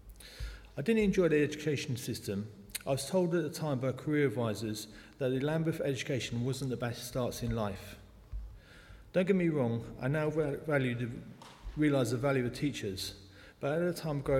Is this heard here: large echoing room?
yes